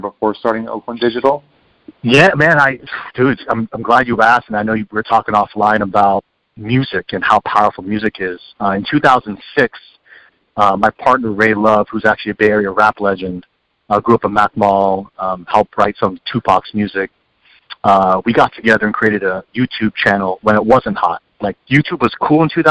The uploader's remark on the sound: You're listening to KALX Berkeley, 90.7 FM, University of California and listener-supported radio. Coming at you from the Public Affairs department here at KALX. On the phone.